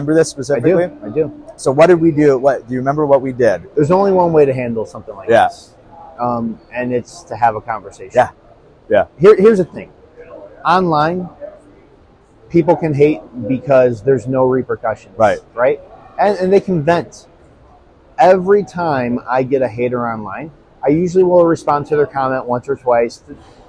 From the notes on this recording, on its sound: Live from GSX 2023. Outside of the show floor on Day 3 at GSX.